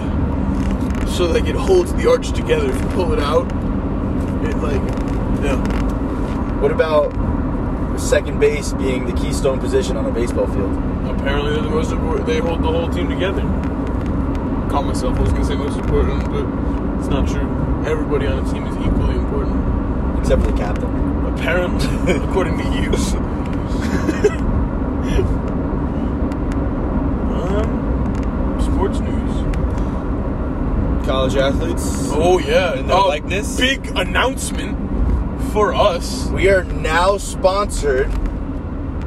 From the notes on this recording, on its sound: We recorded this in a car with my phone. We're road trippin this episode.